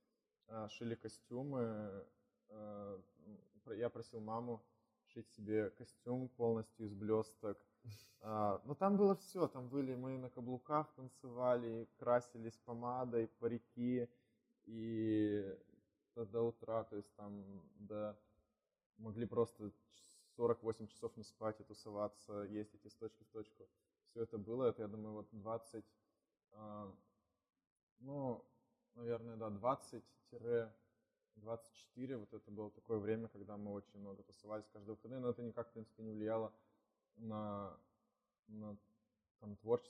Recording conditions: poor sound quality